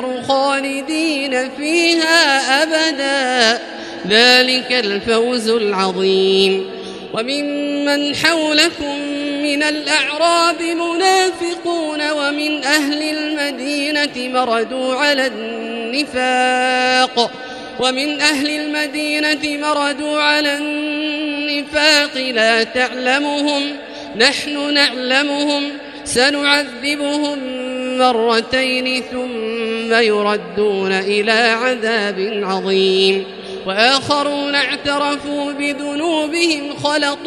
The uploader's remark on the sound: This is Live Recitation from Masjid ul-Haram in Al-Makkah Al-Mukarramah, 1440 H./2019 A.D.